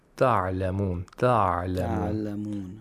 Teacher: The عَيْن has to be pronounced without قَلْقَلَة and with توسط.